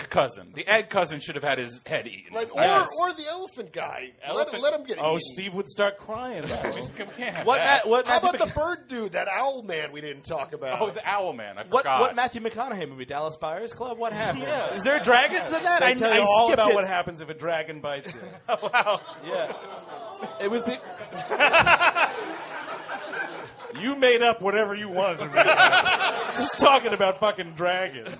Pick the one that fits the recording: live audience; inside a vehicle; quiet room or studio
live audience